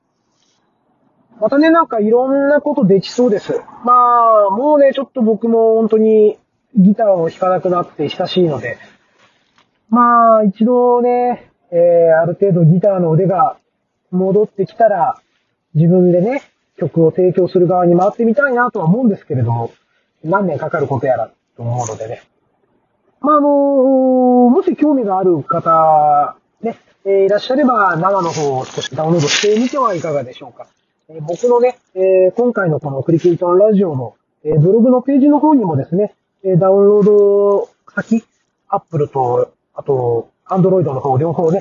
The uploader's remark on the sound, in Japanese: 今回も車の中から収録した分を配信致しました。走行音もそうですが、マイク付イヤホンでの声がかなり聞き取りにくいかもしれません・・・。